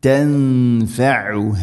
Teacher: ഐന് ഹാ മഖ്റജുകൾ ശ്രദ്ധിക്കുക, ഐന് തൊണ്ടയുടെ മധ്യഭാഗം, ഹാ തൊണ്ടയുടെ താഴെ ഭാഗം